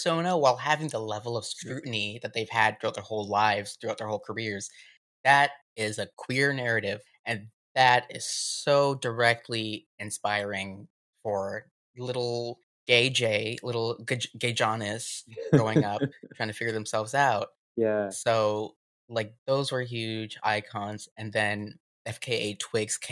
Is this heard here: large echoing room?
no